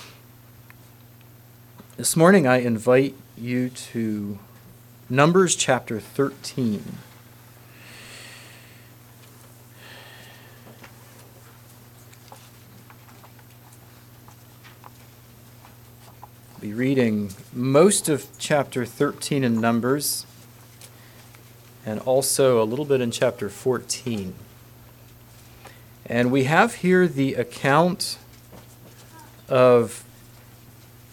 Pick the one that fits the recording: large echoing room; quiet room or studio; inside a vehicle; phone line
large echoing room